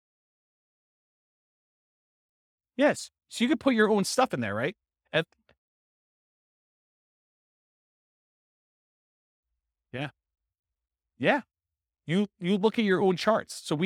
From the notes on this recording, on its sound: This was a live class recorded